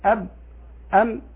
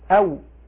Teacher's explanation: نلاحظ أنه قدم الواو، والتحقيق أن الواو تكون بعد الباء والميم لأن الباء والميم بانطباق والواو بانفراج